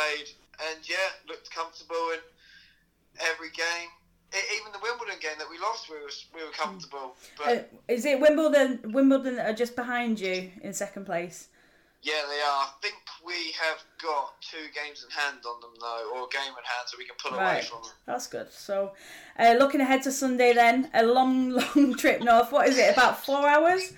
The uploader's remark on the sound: Apologises for the audio quality, we've had issues with equipment this week (*Blames Storm Ciara).